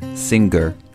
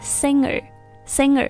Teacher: strangely is singer. They say it as in singer.这个词呢你得这么去理解它，因为它是在 sin 的基础上加了一个指人的后缀 er，所以呢当你发 sin 的时候，这个舌根抵住软腭一个后鼻音，然后再和 er 连读起来就是 singersinger，不会发出葛的音 · Shown in: second take